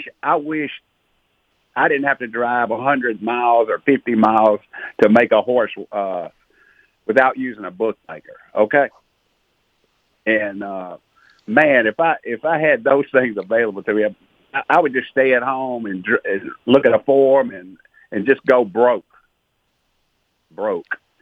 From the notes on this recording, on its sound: Call-in Show